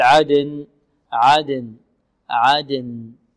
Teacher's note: لو وقفنا عليها لابد من إيضاح ماذا؟ النون بعد أن نقلقل الدال، نقول عدن عدن عدن، لا نقول عدن، يعني تكون النون يعني ليست واضحة، بل لابد أن تكون واضحة، عدن عدن، جنات عدن عدن، جنات عدن.